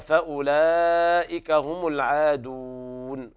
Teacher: ونلاحظ أيضا ضم الشفتين عند نطق الواو